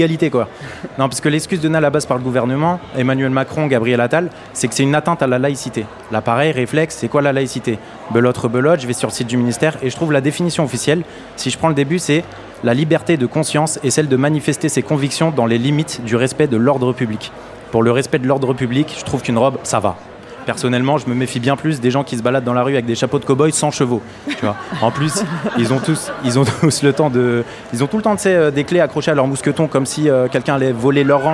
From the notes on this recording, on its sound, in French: On voulait vous faire découvrir ce nouveau format enregistré pendent le So Good Festival. En direct du So good Festival à Marseille.